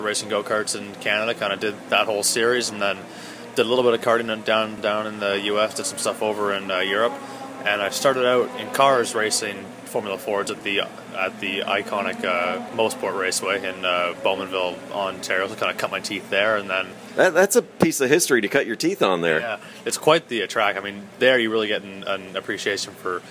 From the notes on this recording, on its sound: at a Road to Indy testing session at Circuit of the Americas